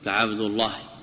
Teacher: وفخم اللام من اسم الله عن فتح أو ضم